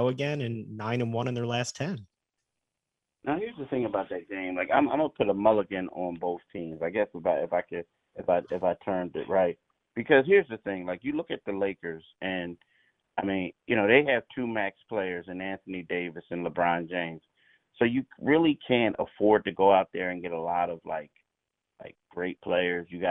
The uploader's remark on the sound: called in from LA